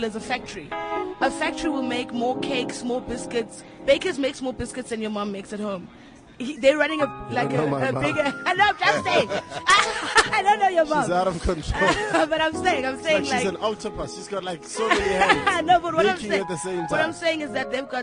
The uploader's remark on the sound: Coming to you live from the Sandton Convention Centre from The My World of Tomorrow expo